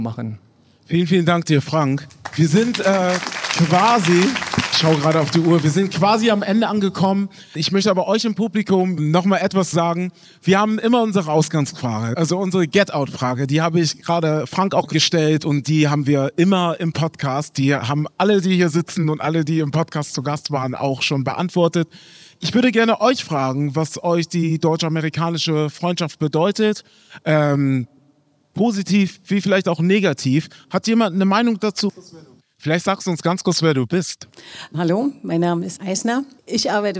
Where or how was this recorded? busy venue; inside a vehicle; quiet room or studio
busy venue